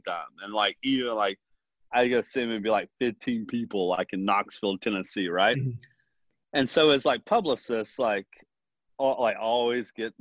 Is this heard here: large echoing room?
no